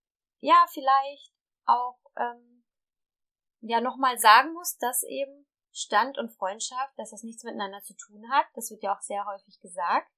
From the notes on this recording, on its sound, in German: Bessere Aufnahmequalität gibt es ab Folge #03.